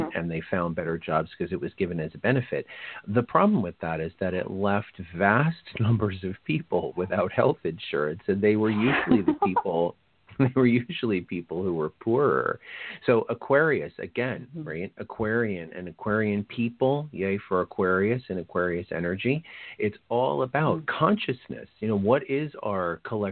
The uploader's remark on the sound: This is call in show